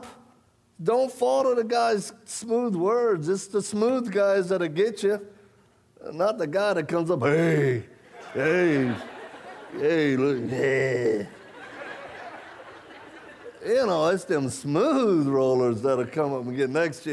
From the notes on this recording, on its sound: shared with the congregation at Calvary Chapel in Murrieta, California